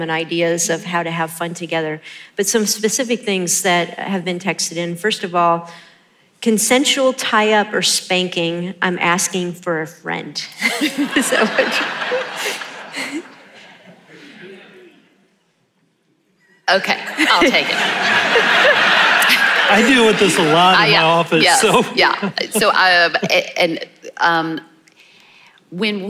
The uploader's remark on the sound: In this special Live Q&A episode from Reclaim 2022.